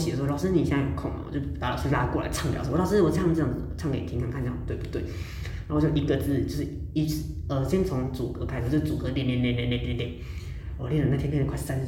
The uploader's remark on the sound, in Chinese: 回音較大，請見諒